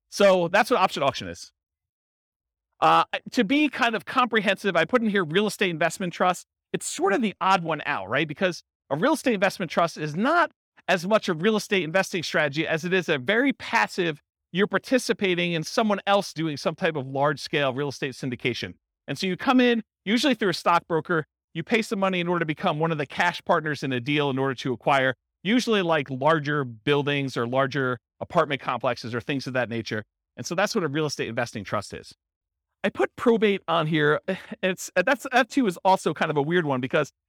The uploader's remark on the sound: This was a live class recorded